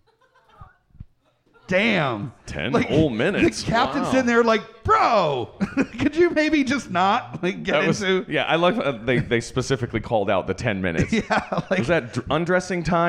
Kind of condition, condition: setting, live audience